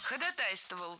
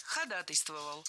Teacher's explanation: Правильный вариант – ходатайствовал. Ударение в этом слове падает на первую «а» в суффиксе «атой». · Shown in: second take